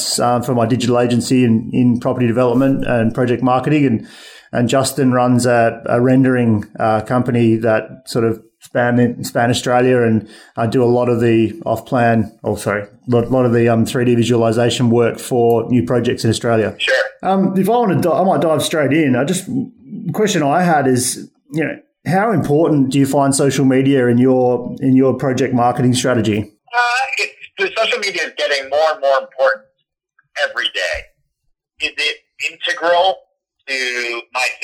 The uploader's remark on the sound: A Phone Call